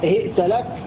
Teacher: بهاء مكسورة وهمزة ساكنة وتاء مفتوحة